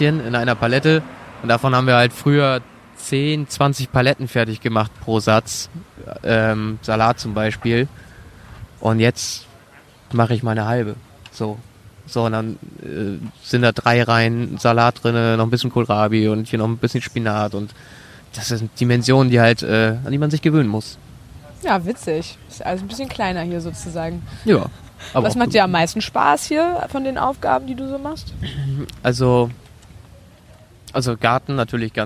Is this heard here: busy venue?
yes